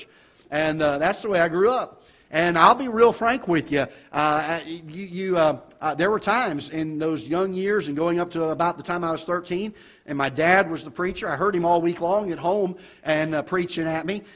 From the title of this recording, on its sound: Ketha Heights Baptist Church ~ Live Broadcast